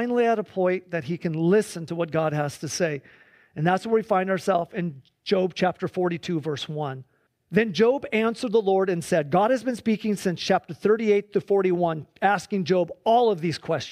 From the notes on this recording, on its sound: Please enjoy this Sunday church service livestream